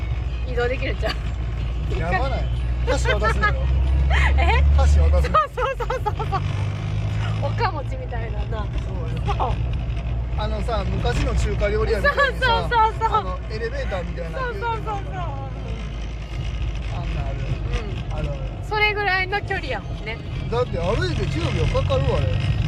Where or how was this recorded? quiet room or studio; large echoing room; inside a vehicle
inside a vehicle